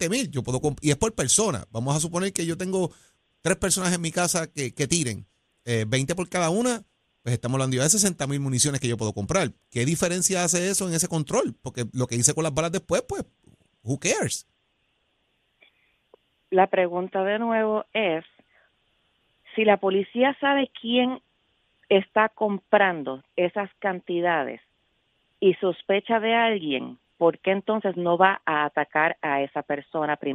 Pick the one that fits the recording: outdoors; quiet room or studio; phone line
phone line